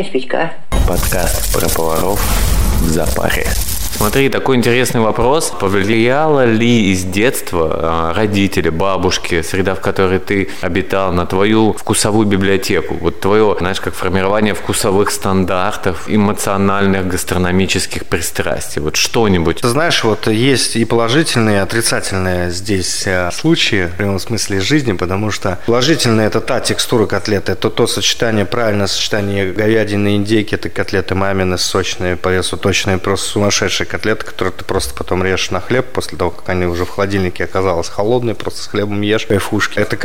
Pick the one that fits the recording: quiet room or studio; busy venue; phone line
busy venue